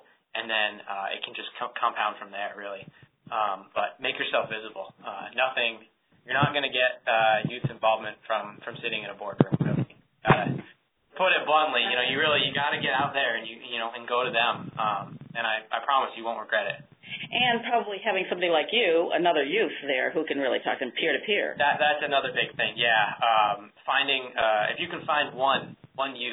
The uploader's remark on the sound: On this call recording